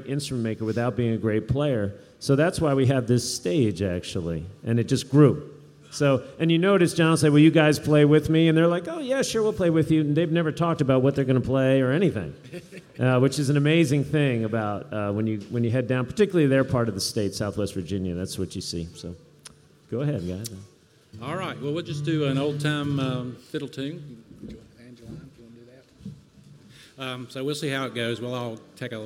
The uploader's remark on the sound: Workshop at the Richmond Folk Festival 2014